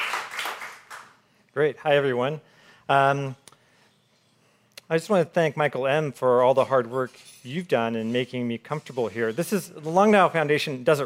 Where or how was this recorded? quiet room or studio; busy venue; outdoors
busy venue